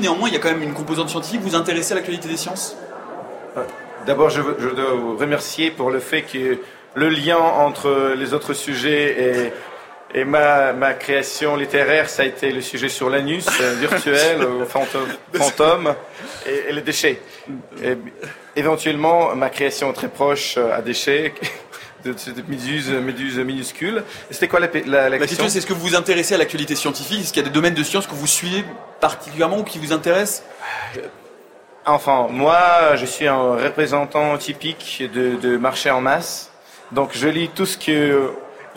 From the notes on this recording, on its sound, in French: Emission en direct du Salon Livre Paris 2019.